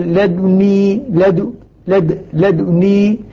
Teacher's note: فائدة الإشمام هو أنني أنبه على أن حركة الحرف قبل أن يسكن كان ضمة